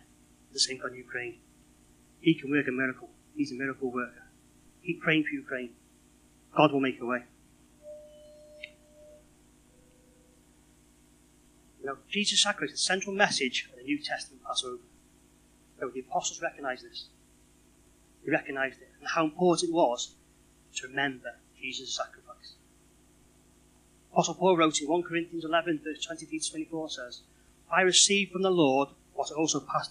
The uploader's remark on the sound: Unfortunately our recording had a fault this week so it has been edited to ensure listening comfort